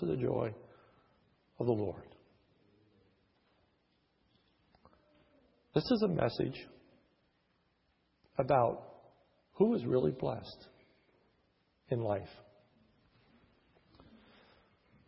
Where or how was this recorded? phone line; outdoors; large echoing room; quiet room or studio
large echoing room